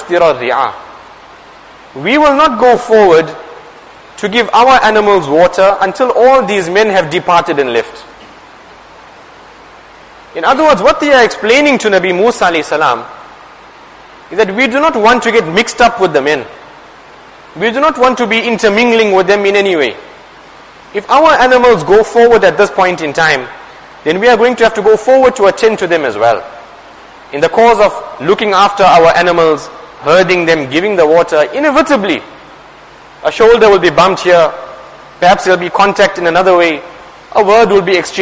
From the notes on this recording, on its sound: Jumuah lecture